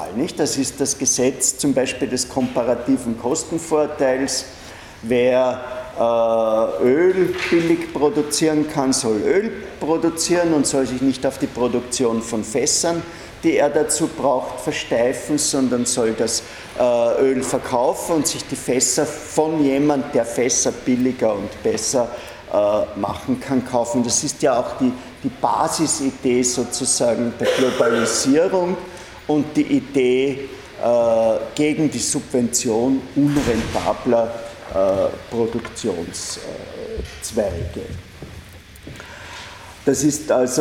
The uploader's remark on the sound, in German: Diese Vorlesung wurde von Studierenden aufgenommen